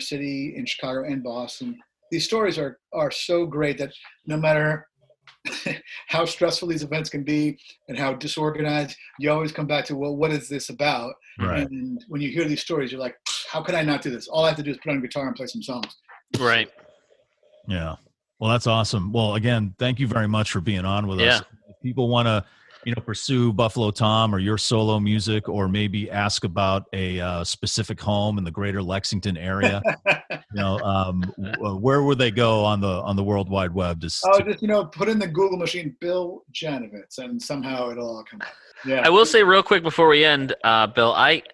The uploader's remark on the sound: we got to zoom it up